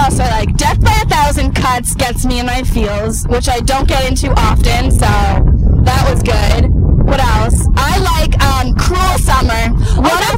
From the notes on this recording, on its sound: The ladies' first Pedicab Podcast. While riding through the streets of Boston.